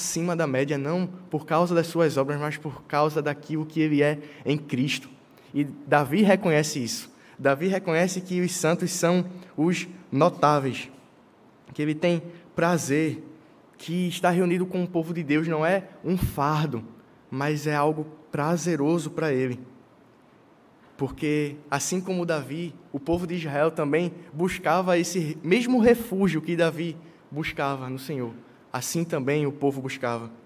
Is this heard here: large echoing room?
yes